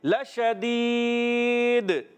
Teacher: دال حرف قلقلہ سے ہے، وف کی صورت میں ساکن ہو جائے گا تو قلقلہ ادا کریں گے، آواز خوب لوٹ کر آئے گی